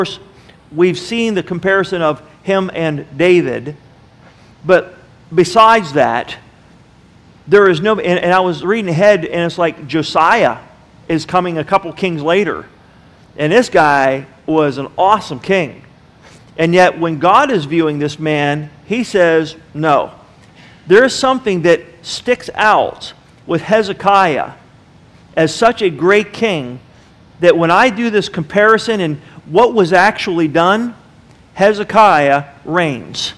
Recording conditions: large echoing room